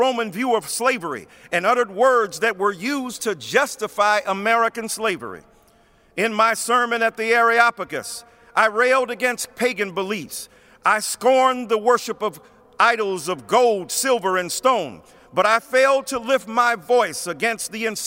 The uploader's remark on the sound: preached at Washington National Cathedral